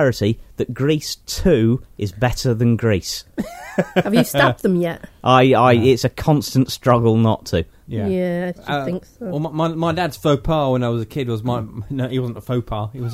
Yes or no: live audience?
no